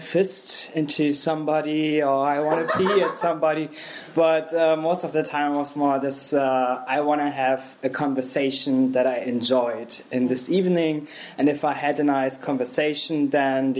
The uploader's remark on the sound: Recorded in February 2023 at our Berlin show.